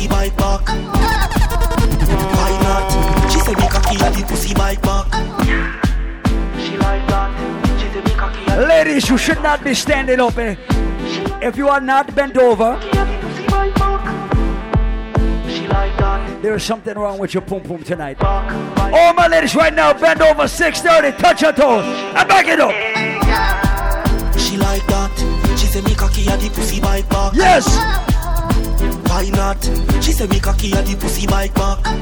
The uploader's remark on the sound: LIVE AT ISLAND SATURDAYS - DEC 29TH